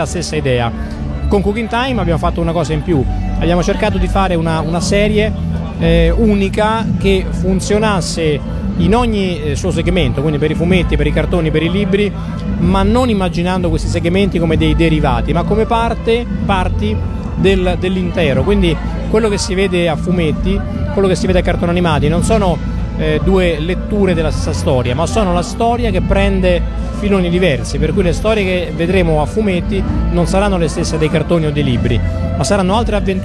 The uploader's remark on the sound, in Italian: intervistato a Lucca Comics & Games 2013